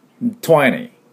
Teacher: アメリカ人はこの20の T を略してしまいますんで